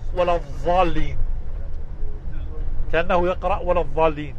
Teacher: العراقيون والحجازيون يقرؤون الضالين أقرب إلى الظاء المشالة